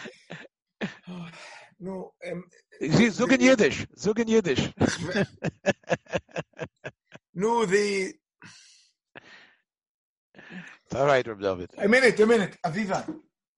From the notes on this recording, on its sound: Presented at a ZOOM teleconference on the eve of Yom Yerushalayim.